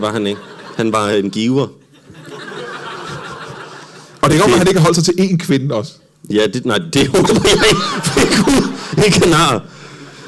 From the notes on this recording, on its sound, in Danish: LIVE fra Comedy Zoo i Aarhus.